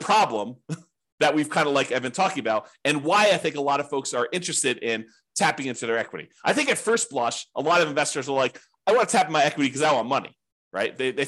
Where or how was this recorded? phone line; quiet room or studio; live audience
quiet room or studio